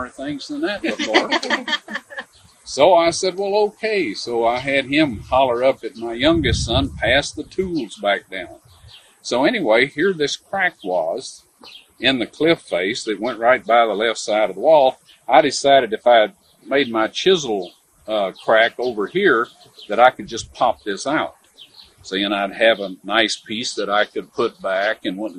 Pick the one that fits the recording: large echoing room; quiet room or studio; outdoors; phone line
outdoors